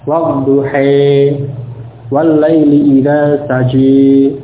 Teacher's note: ketika alif imalah pada huruf ya, maka fathah yang sebelum alif juga ikut imalah pada huruf pada harokat kasrah.